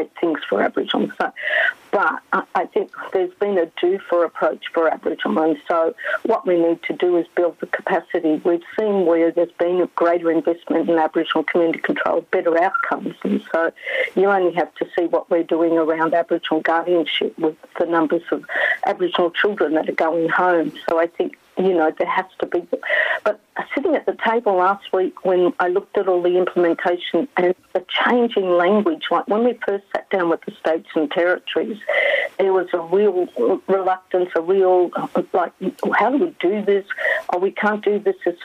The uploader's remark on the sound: Calls. Phone.